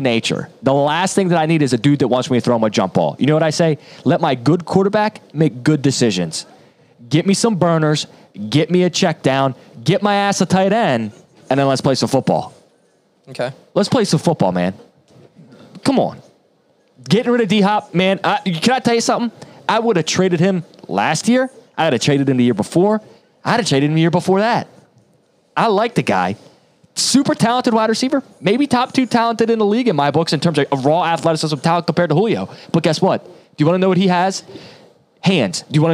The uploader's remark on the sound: Studio Audience